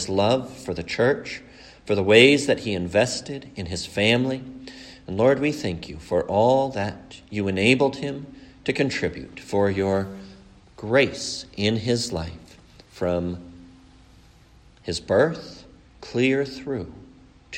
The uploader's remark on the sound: A sermon preached at the funeral service